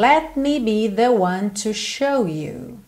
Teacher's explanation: Atenção também, esse T do let, a gente não costuma dizer let me be, let me be, let me be. Eu só ponho a língua lá no céu da boca e já estou fechando os lábios pro M.